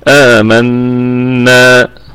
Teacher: هي في الأصل عبارة عن نونين، نون ساكنة ونون متحركة بالميم. فنأتي بأولا آمنا هكذا نقف عليها فنظهر الغنة، ثم نأتي بالنون المتحركة في الثاني. · Term: النون المشددة